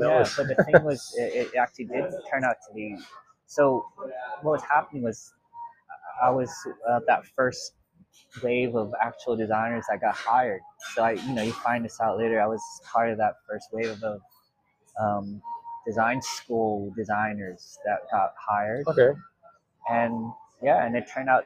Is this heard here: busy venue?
yes